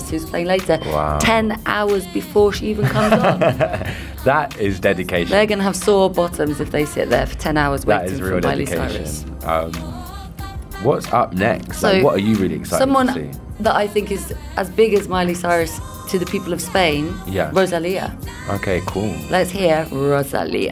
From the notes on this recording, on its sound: Primavera Sound Special. Recorded their show live from the festival.